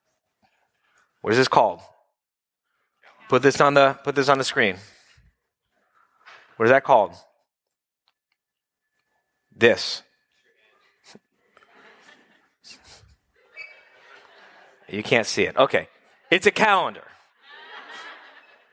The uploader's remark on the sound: from the October Live Quarterly Meeting in Miami